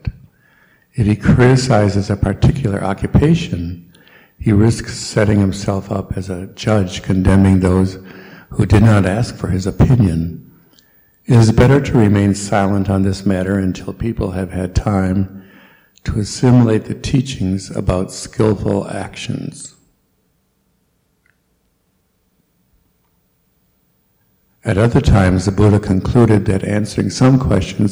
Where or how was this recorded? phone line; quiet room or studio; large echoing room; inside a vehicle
large echoing room